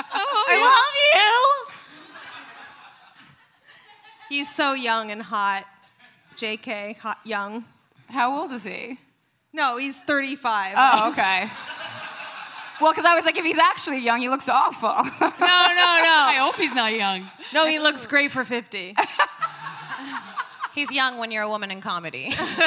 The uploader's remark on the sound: Live from Skankfest South in Houston, Texas.